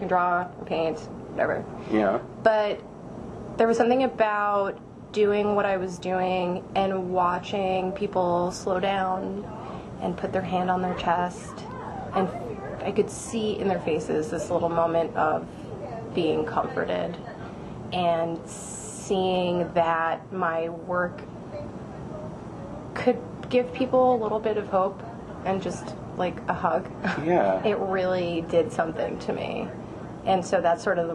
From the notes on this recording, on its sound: All episodes are recorded on analog cassette and this will cause strange sounds such as tape hiss or static.